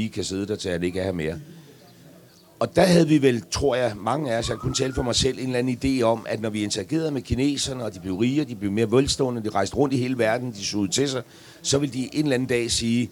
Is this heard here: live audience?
yes